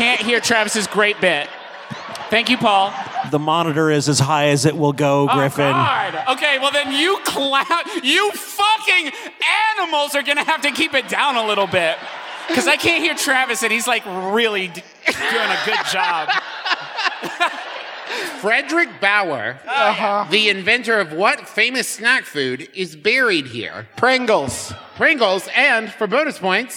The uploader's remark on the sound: Here’s a live show we recently did in Cincinnati.